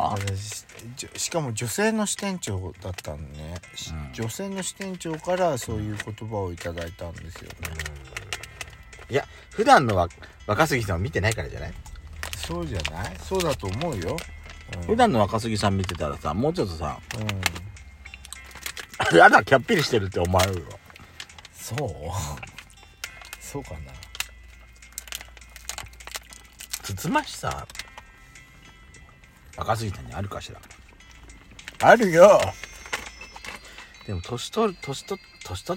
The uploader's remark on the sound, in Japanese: パーキング収録。